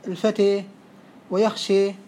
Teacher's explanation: قال تقريبنا للألف الممالة للياء جوازا سمه الإمالة، عرف الإمالة بأنها تقريب الألف للياء بأن يذهب بالألف نحو الياء